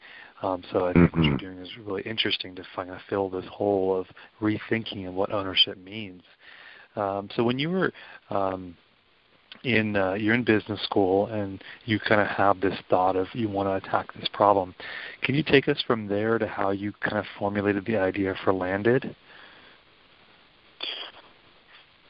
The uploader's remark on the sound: This is KLX Berkeley 90.7 FM. Public affairs show here at Calex. Joins us by phone today. He's traveling on the road.